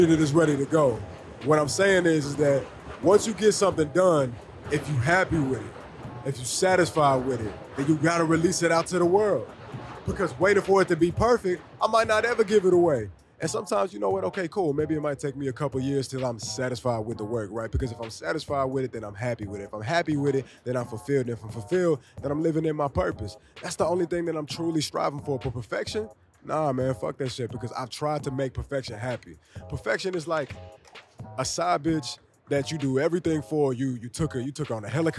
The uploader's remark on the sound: I give you my imperfect but satisfied attempt, at recording a podcast underneath the Manhattan Bridge at the L.E.S skatepark.